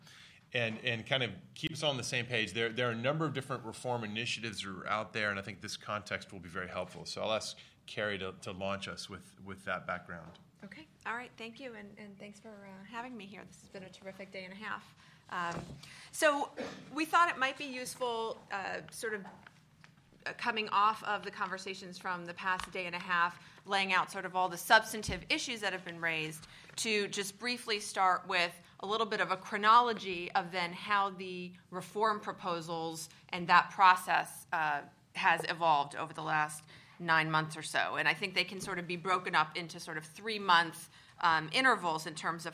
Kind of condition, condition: setting, live audience